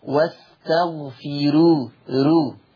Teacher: هذه راء مرققة لأنها مضمومة ومسبوقة بكسر أصلي